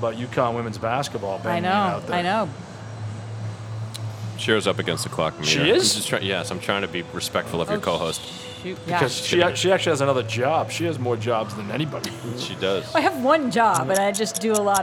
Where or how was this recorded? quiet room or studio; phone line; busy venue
busy venue